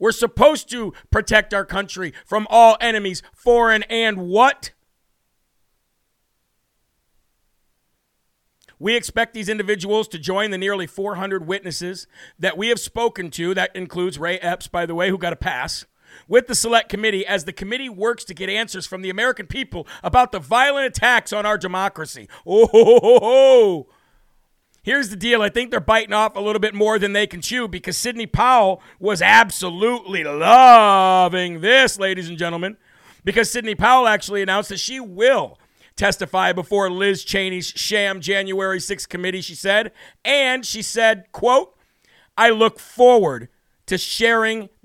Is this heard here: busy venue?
no